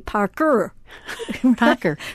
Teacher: you want to drop the R in park, but then you want to put it in at the end. So, you know, you'll often hear a person with a Boston accent say Parker.